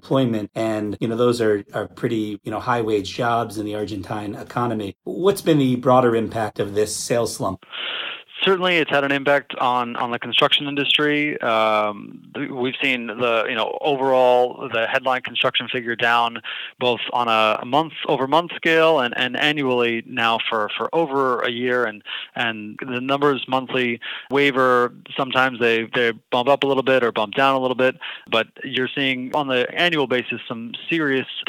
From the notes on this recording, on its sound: Joined by phone from Buenos Aires.